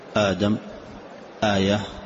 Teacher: لكن نحن نقول المد البدل عند حفص لازم حركتين: آدم آية، وهو البدل يعني أبدل الهمزة الأولى بمد